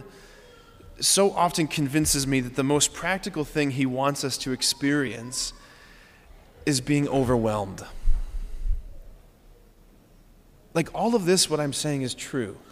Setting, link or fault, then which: setting, large echoing room